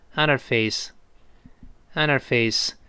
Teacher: 在 h 前辅音后元音这种情况下，这个 h 一般会被击穿，就是它不发音了